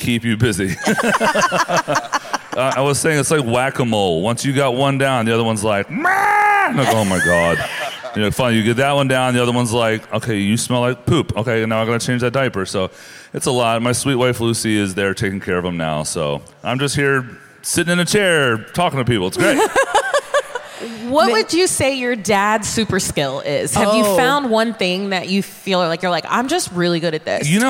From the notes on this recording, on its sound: Joined us live from CMA Fest.